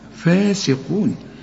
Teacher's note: القاف ثالث درجة في درجات التفخيم إنما السين مرققة قوي